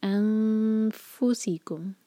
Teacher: فا کے لیے اوپر کے دانت نیچے والے ہوٹ کو ٹچ کرتے ہیں